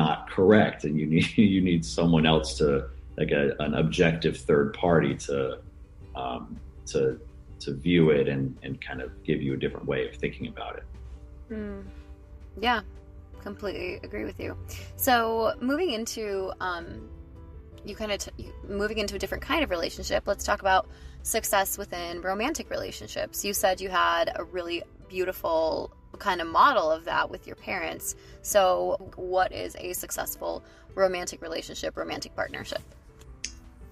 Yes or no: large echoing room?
no